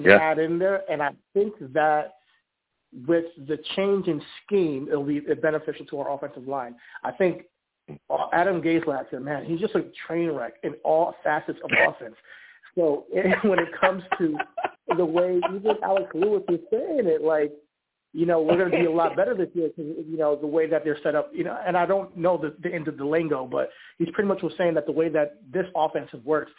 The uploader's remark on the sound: I take live callers!